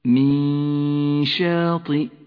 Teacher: والغنة هنا غنة مرققة لأن حرف الشين مرقق